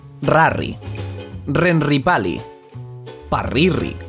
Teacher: Les erres sempre són vibrants.